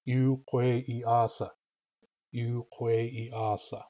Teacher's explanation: the rhythm of yukweiatla is long, long, short, long, short. So that means that if we take the vowels and consonants out of yukweiatla, I can represent its rhythm abstractly like this: Long, long, short, long, short.